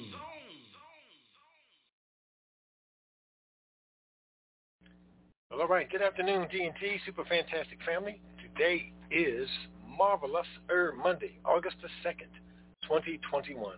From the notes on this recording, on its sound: Conference Call